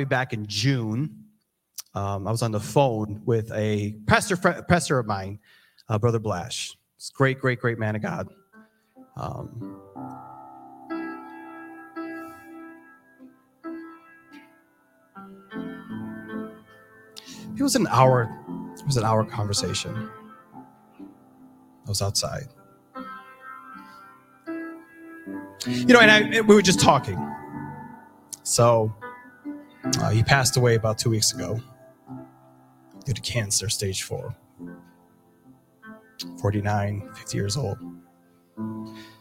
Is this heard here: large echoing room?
yes